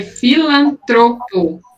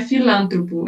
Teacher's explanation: Não é filântropo, é filantropo. A sílaba forte é o tro. · Shown in: first take · Então, já estamos aqui entre a.